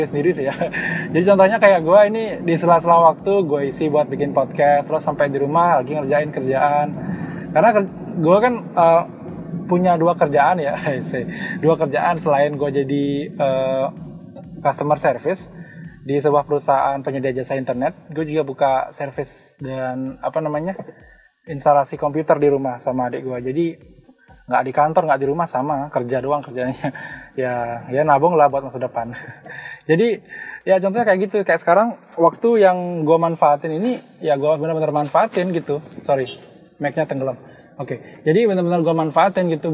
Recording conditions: inside a vehicle